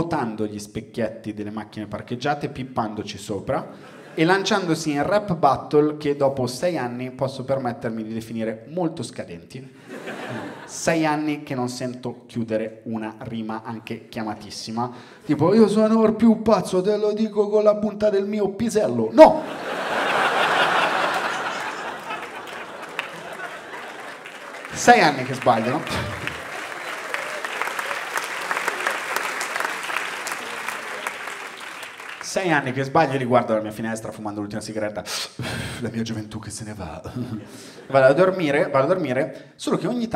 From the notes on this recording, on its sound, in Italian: Registrato a Firenze al Teatro Puccini. Grazie a tutte le persone che sono venute a vedere lo spettacolo dal vivo.